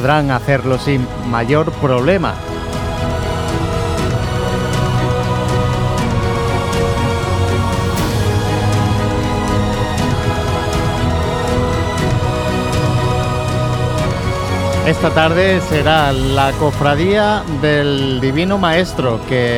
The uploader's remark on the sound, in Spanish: Retransmisión en directo del Martes Santo en Jaén en el año 2023.